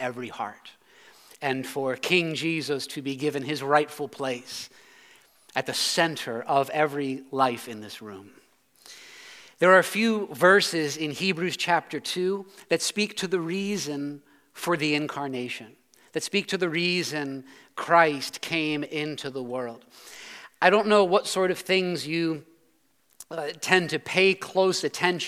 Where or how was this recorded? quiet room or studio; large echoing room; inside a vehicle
large echoing room